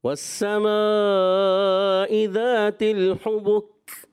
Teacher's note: یہ ہے کاف کی صفت حمس، تھوڑی مزید واضح کریں